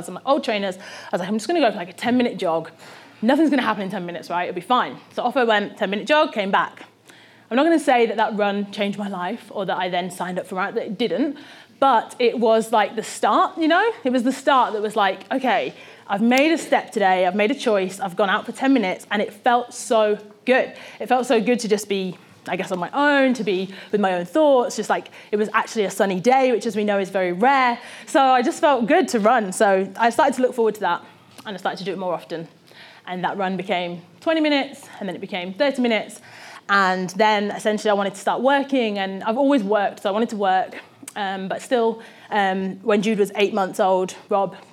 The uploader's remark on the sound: This talk was recorded at Vevolution Topics: Health and Wellbeing 2018.